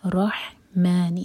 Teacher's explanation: راہوی اور ہا حلق سے